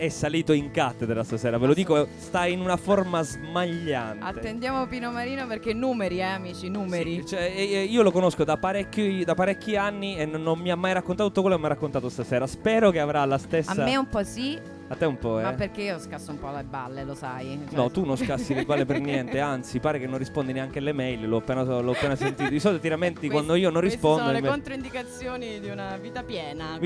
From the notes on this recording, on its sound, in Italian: Na Cosetta, Roma. LiveFolkRadioShow. Live Streaming - THE ROOST.